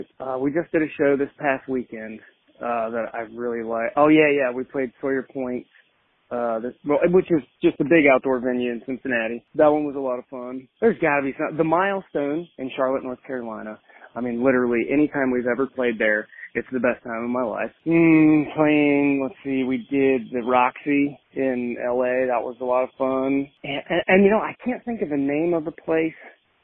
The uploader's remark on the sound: calls in to chat